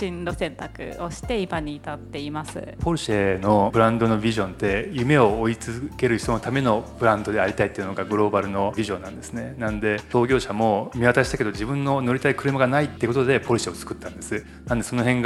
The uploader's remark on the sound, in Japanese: MASHING UP公開収録。国際女性デーに合わせて開催されたイベント 「MASHING UP」での公開収録の様子をお届けします。